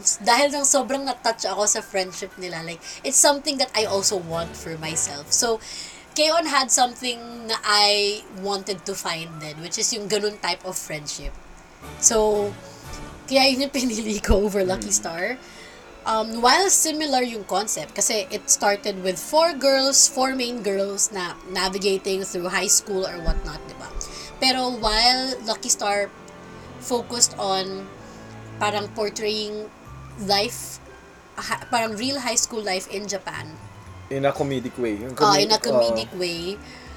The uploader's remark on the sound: We tried to record in one location using one mic, and it seems the sound did not come of as okay as we'd hope. Even with all the noise and sound quality differences.